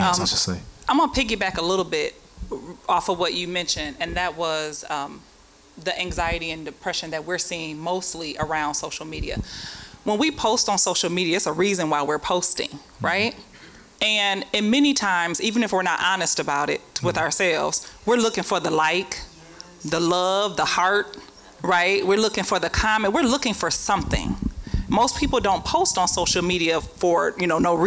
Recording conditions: live audience